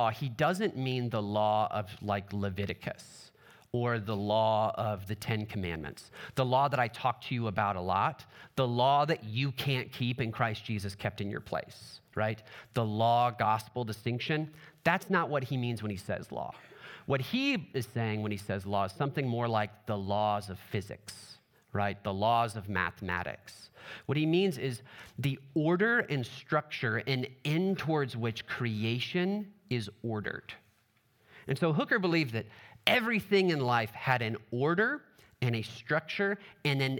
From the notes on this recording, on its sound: Trinity Anglican Church Littleton, CO.